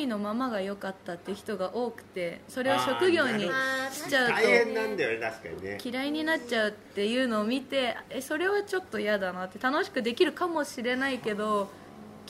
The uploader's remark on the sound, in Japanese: LIVE前にこっそりと会場で収録した回です